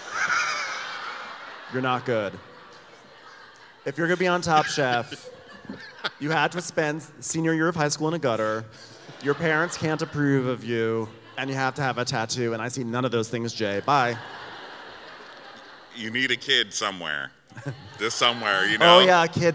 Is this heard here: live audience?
yes